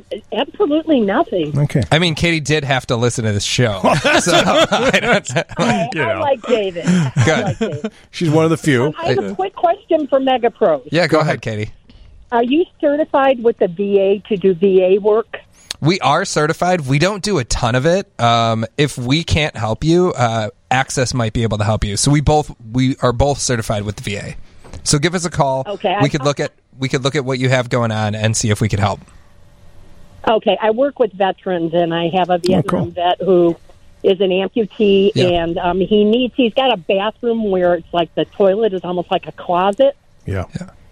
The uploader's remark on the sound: Throughout the show, listeners call in asking their questions and getting the information they need for the best outcome!